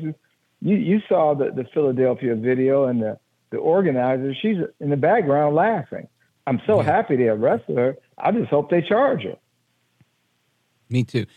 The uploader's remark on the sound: we take your calls in open phones across America